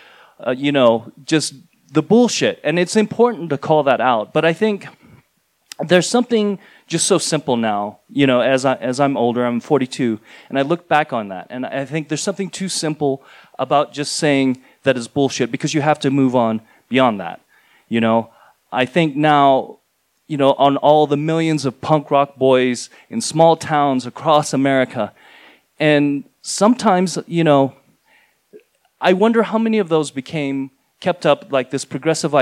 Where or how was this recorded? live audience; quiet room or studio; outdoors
live audience